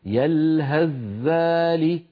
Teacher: لو وصلناها نحولها إلى ذال وندغم الذال في الذال